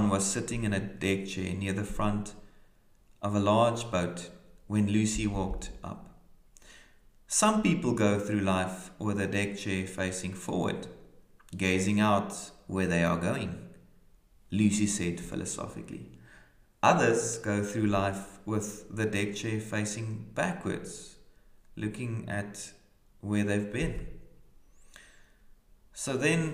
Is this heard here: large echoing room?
yes